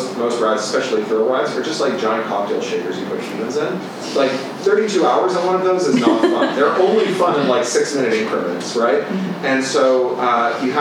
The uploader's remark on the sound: Full event audio. A podcast featuring audio from events at Columbia University.